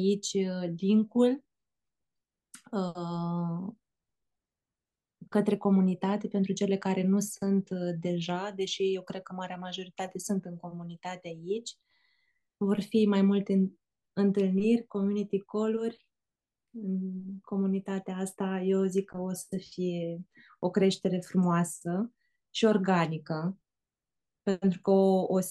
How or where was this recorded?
video call